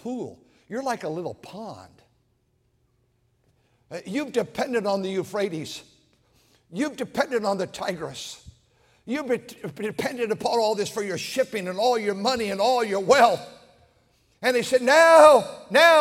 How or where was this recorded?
large echoing room